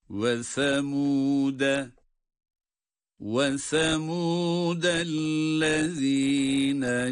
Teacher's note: Semud kelimesinin başındaki harf sa'dır, peltek okunacaktır.